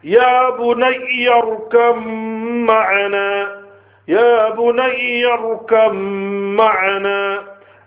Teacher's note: So the ba will be changed into a meme and you do Idgham with gunna.